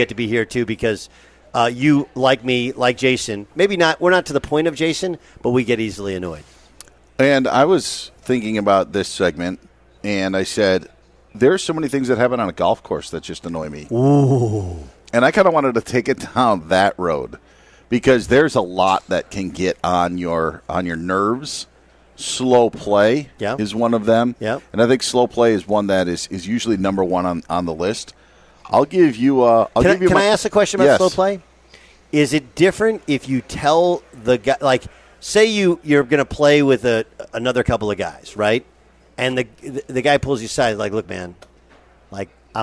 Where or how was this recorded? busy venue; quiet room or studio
busy venue